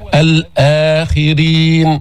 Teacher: تقدم الهمز على المد، هذا مد البدل تكلمنا عنه، ملحق بالمد الطبيعي، يمد بمقدار حركتين